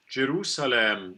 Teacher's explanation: the S in this word in English is unvoiced · Term: unvoiced S